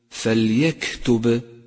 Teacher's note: أولا، تأمل اللون الأزرق الفاتح لحرف الباء من كلمة فليكتب فليكتب، إشارة إلى صفة القلقلة، وهي في هذا الموضع قلقلة كبرى لأنها في آخر الكلمة